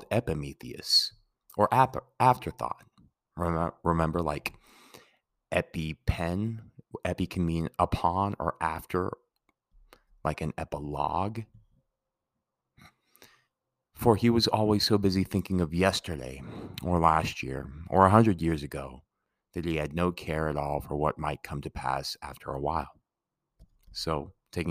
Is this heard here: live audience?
no